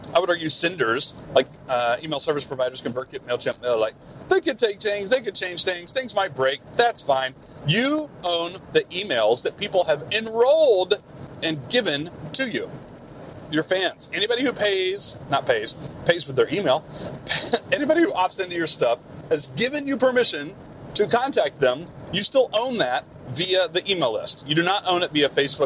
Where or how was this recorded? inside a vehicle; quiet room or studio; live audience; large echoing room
inside a vehicle